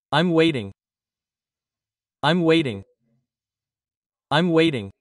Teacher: The T is a soft R